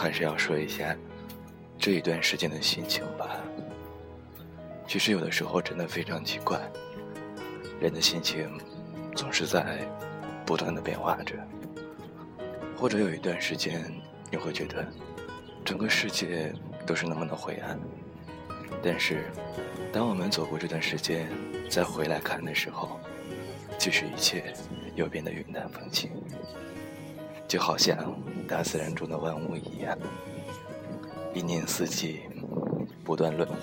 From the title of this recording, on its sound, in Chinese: 上班路上的唠唠叨叨#边走边录